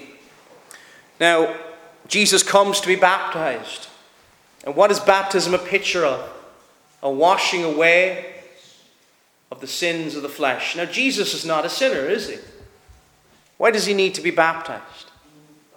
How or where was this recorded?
large echoing room